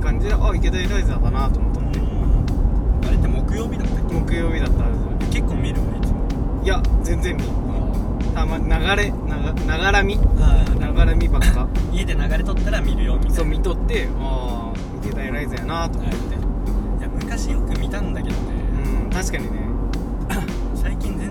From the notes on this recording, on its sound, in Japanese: ドライブ収録！！目的地までの車の中での収録。